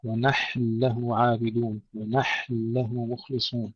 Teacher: نحافظ على سكون الحاء ثم ننتقل مباشرة إلى اللام المشددة